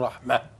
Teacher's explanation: رحمة، لو وقفت يقول رحمة. لو اتقفت اتقف بالهاء كده